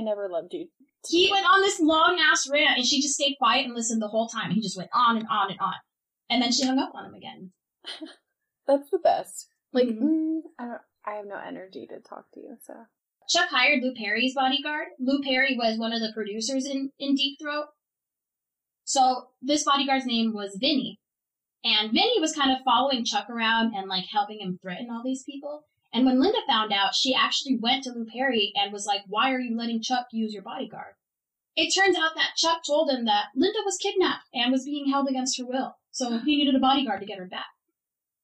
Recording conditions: poor sound quality